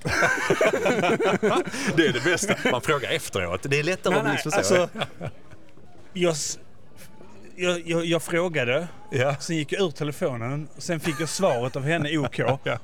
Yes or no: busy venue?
yes